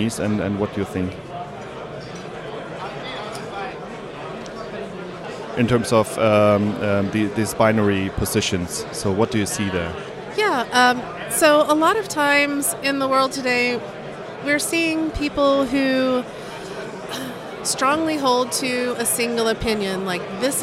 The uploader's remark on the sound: Recording location was the DevOpsCon 2019 in Munich.